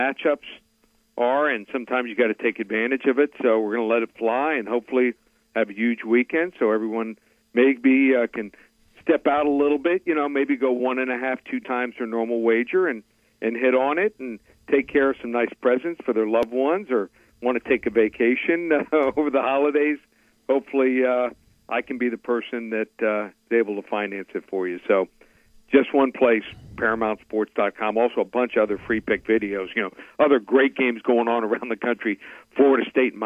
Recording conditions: phone line